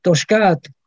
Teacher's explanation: el acento en la última sílaba · Term: acentuación era aguda